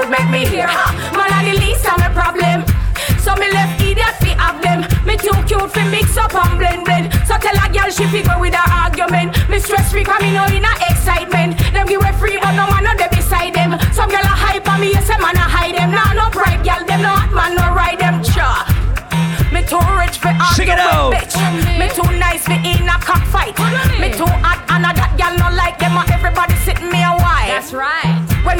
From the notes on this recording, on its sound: LIVE AUDIO. Recording of my set at Island Saturdays on December 16th, 2023.